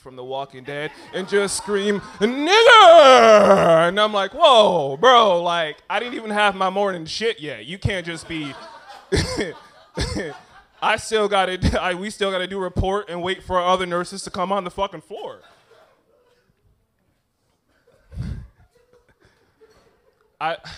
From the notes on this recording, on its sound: I went to an open mic